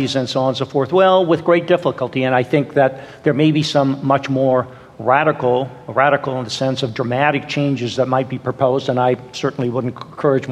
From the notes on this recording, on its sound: in a conversation at the Fresno Art Museum